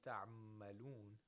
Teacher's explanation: And اختلاص means that half of the sound of عين goes into the ميم